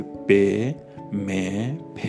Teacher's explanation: تو این صدایی که از طریق حنجره ایجاد شده، وقتی حفره دهان میخواد خارج بشه از طریق دهان، هوا خارج بشه، لبها میان جلوی اون رو میبندن و صداهای دولبی رو تولید میکنن. تو فارسی صداهایی مثل ب، م، پ اینجوری تولید میشن.